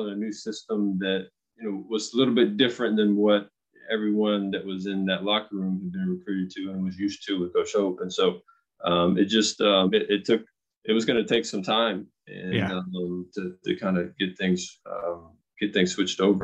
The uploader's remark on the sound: Birthday Zoom